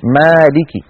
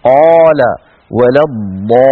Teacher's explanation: هذا الحرف بالذات الألف مرقق إن سبق بمرقق في نحو مالك، وتفخم إن سبقت بمفخم في نحو قال ولا الضالين. إذن الألف من حيث التفخيم والترقيق تبع للحرف الذي قبلها.